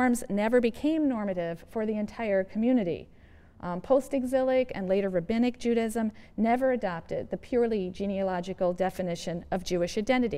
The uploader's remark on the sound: Yale Lecture.